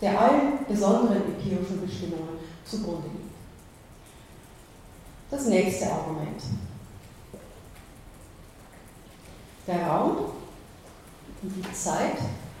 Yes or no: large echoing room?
yes